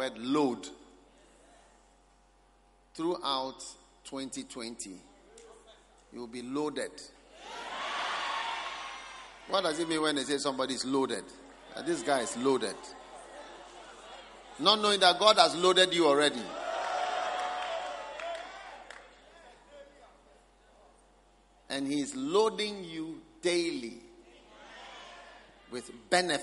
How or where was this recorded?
large echoing room